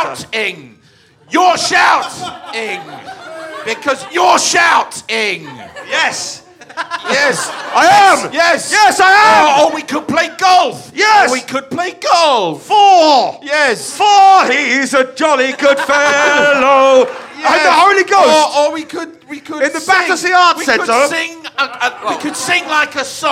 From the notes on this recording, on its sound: A very fun, very ramshackle episode recorded at the Laugh Out London comedy festival. It is so jam-packed that at one point the recording device breaks down.